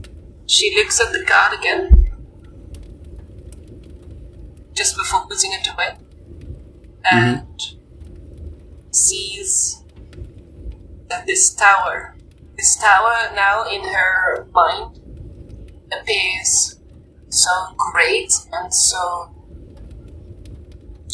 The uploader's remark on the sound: Note: the audio quality on this one is choppy.